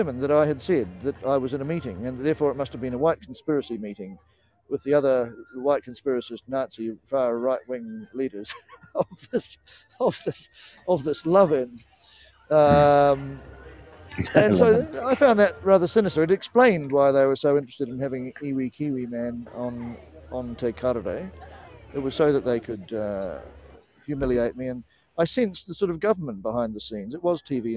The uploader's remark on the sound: Live at Parliament, Wellington